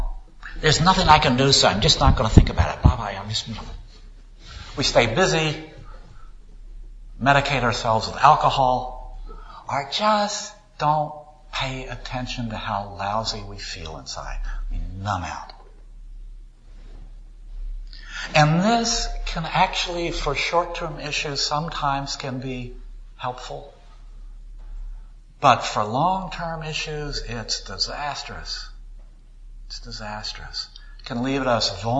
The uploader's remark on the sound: Recorded at a service given by the Unitarian Universalist Society of Sacramento.